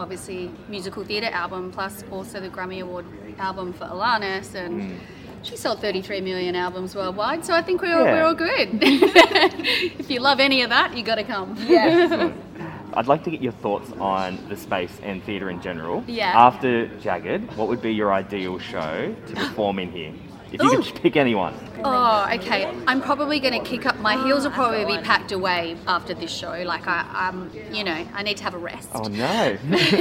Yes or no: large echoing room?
no